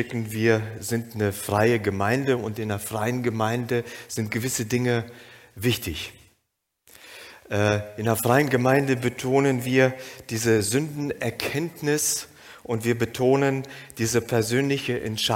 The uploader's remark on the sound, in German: Aufzeichnung der Predigt des Gottesdienstes